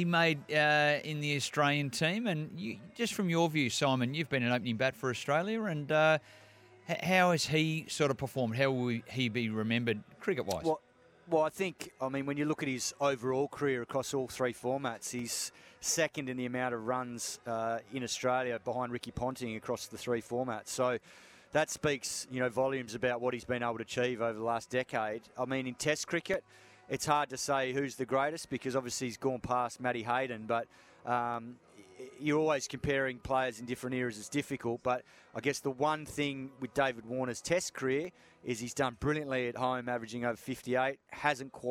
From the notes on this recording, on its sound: joins the boys live from the SCG